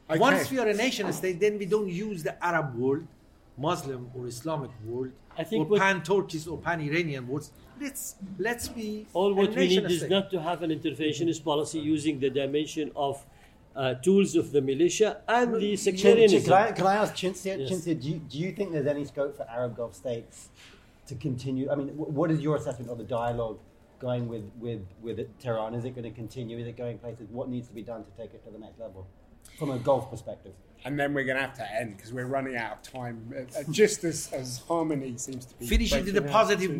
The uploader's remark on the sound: On location at the Doha Forum 2022